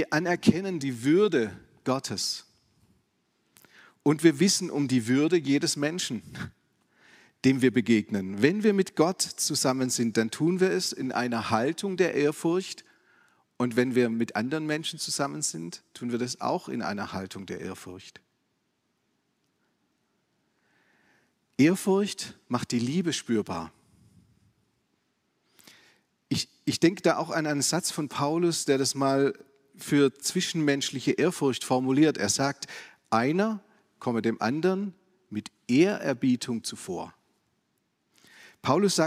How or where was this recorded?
large echoing room